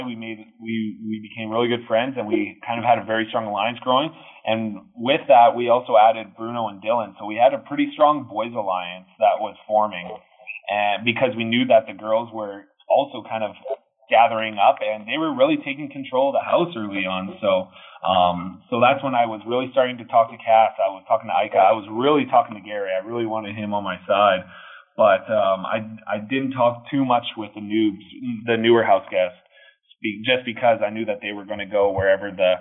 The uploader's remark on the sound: This is our phone interview